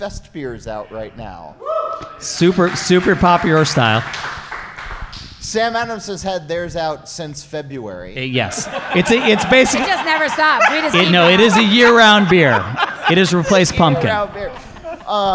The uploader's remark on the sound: A special live audience episode of the podcast. Recorded on location at Jack's Abby Craft Lagers in Framingham, Massachusetts.